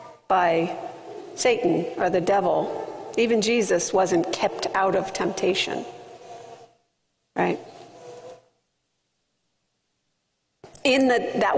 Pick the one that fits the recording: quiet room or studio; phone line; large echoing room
large echoing room